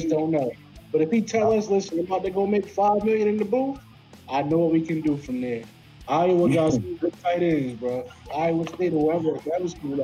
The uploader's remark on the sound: Our sound quality isn't the greatest just yet.